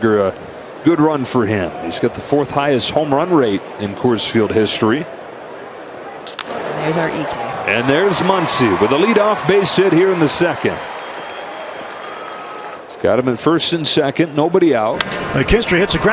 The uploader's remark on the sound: Live from #CoorsField